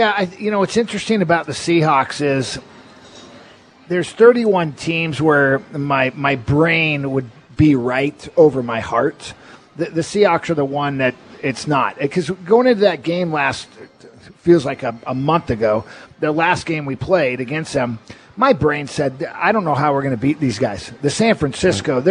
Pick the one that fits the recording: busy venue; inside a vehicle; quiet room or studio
busy venue